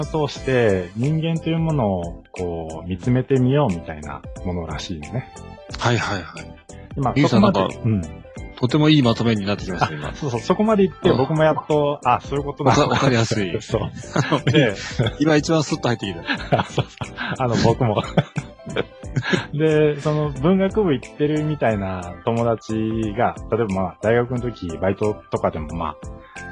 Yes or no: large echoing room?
no